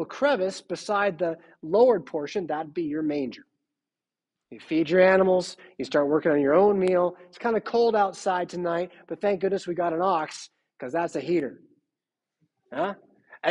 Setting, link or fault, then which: setting, large echoing room